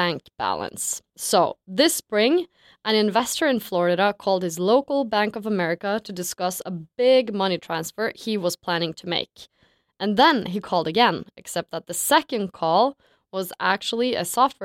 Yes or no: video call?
no